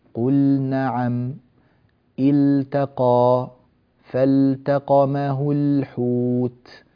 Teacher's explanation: في قل نعم لا تقلقلها، لا تقول قل نعم، وإنما ثبت لسانك في مخرجه. قل نعم، التقى، فالتقمه الحوت، بهذه الطريقة ثبت لسانك.